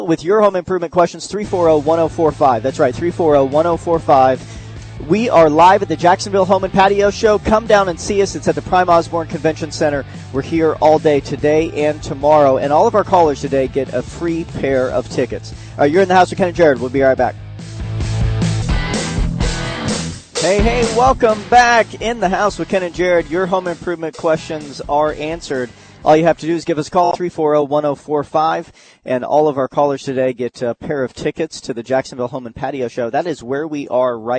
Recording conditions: busy venue